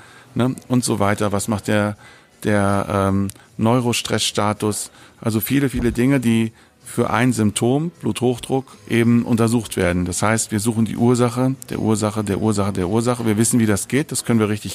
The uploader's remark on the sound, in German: Live vom IFMS Kompaktseminar im Juni 2018. Aufgrund einer Außenaufnahme bitten wir die Tonqualität zu entschuldigen.